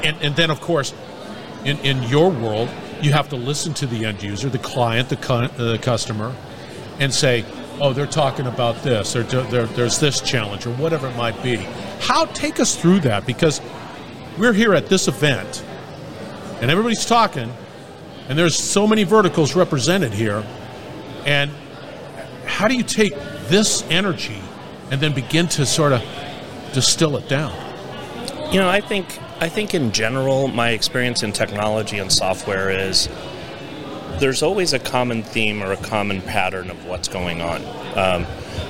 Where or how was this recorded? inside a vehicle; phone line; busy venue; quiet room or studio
busy venue